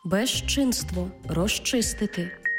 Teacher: «з» плюс «чи» всередині слова читаємо як «жи-чи» · Term: уподібнення